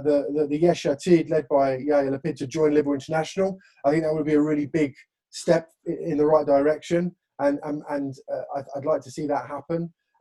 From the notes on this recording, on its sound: This episode we continue our LibDem Virtual Conference.